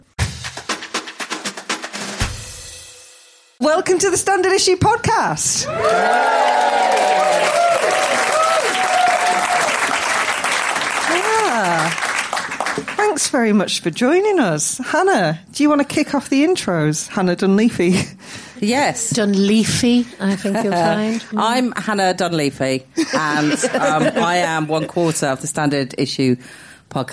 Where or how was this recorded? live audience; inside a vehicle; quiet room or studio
live audience